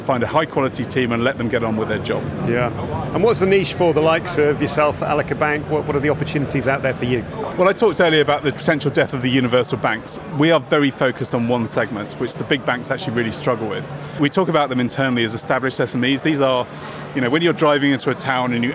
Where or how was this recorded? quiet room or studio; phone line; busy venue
busy venue